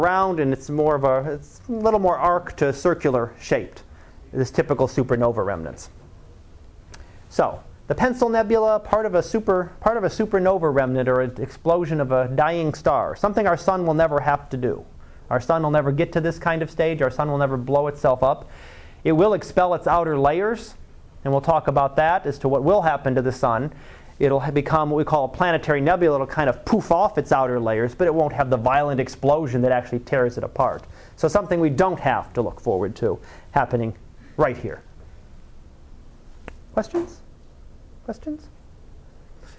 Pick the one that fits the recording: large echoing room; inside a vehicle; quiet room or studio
large echoing room